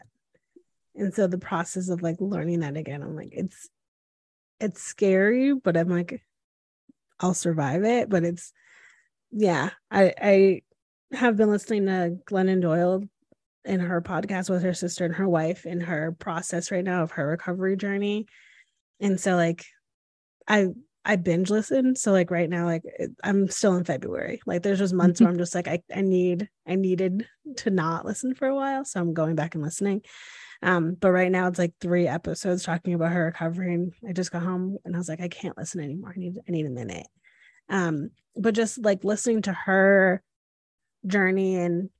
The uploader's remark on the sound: This podcast was recorded via Zoom.